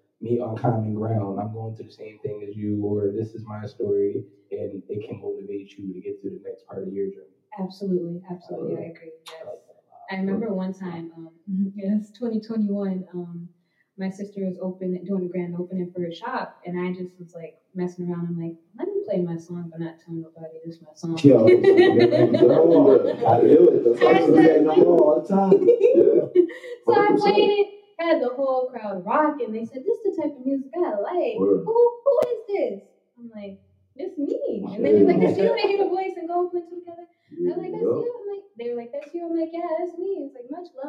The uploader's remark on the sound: Please be advice due to technical difficulties sound in volume may vary.